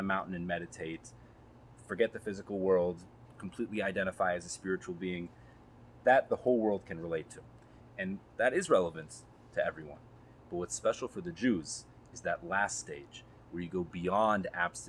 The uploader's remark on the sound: In honor of the festival of Sukkot, I gathered together with some of my TORCH podcaster colleagues to chat about the festival, it’s meaning, and lessons. In a decision that compromised the audio quality, we recorded inside a Sukkah, exposed to the elements and to all manner of ambient noise.